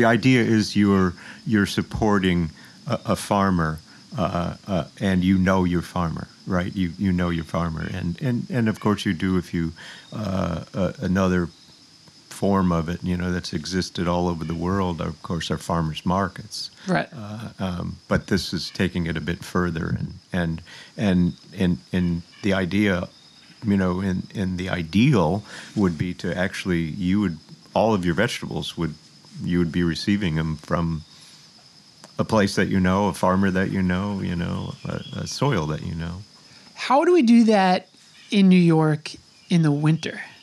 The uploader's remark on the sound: His home in Sag Harbor. We recorded outside in the elements.